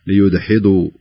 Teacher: عندما تكون الحاء قبل حرف الضاد فيضعف الضاد